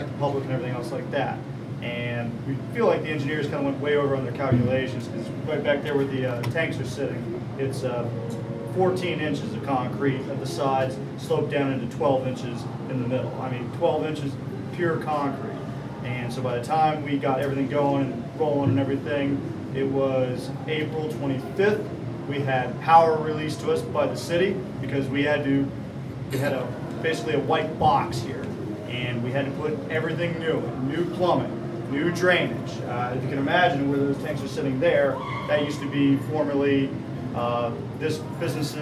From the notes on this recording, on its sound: LIVE 81Bay Brewing Co. The Best MicroBrewery in South Tampa.